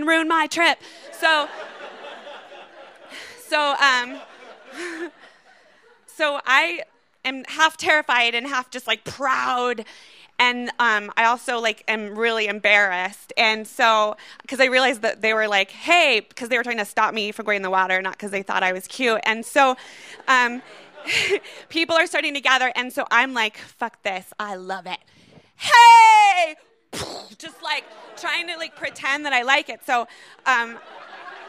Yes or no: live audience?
yes